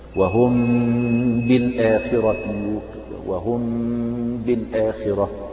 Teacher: يعني فإذا الصواب يعني أن الميم الساكنة إذا كان بعدها باء فننطقها بالإخفاء، والإخفاء هو انطباق الشفتين ولكن بدون كز بدون ضغط عليهما، والغنة تخرج من الخيشوم